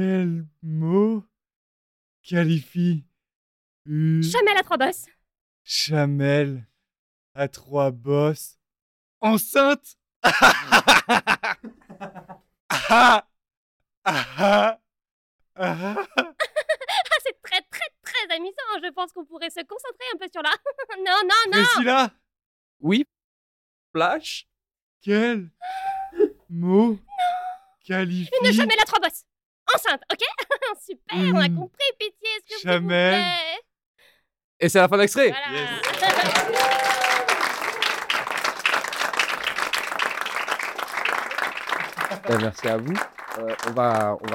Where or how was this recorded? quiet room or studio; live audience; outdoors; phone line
live audience